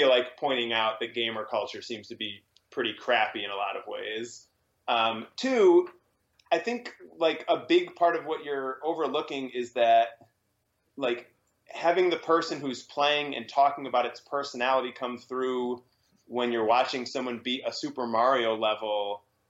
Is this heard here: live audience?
no